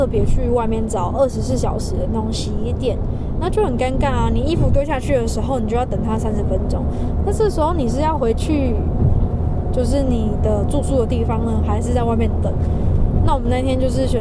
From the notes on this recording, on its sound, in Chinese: 本集全程於車上錄音，會明顯感受好像在高速公路上喔